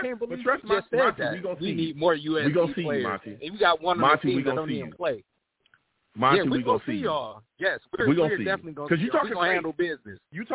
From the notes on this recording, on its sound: I take live callers!